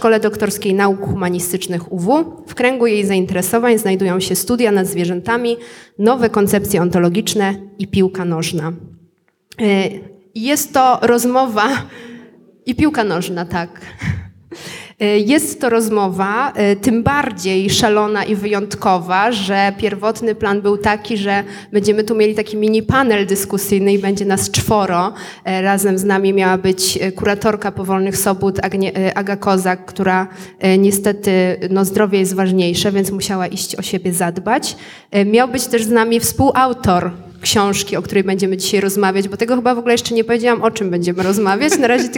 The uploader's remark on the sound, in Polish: Nagranie: Pałac Potockich w Krakowie podczas (po)wolnej soboty organizowanej przez spółkę Kraków5020. Nagranie: Pałac Potockich w Krakowie podczas (po)wolnej soboty organizowanej przez spółkę Kraków5020.